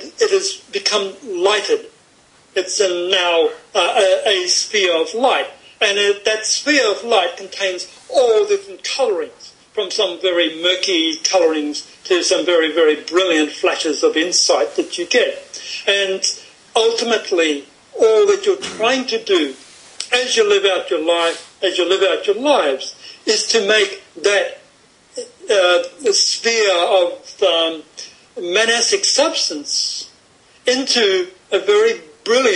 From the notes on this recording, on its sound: Over skype (so please forgive the variable quality of the recording).